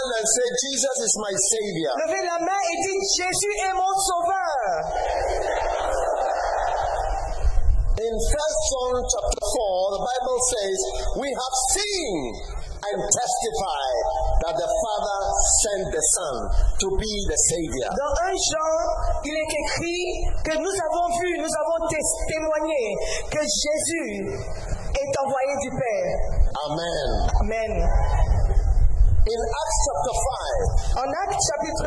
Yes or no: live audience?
yes